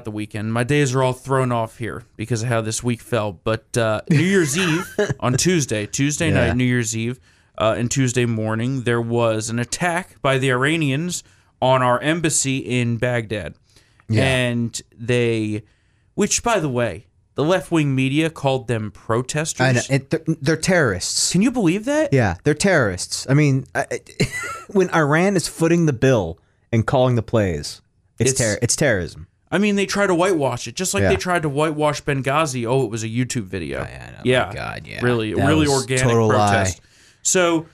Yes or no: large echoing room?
no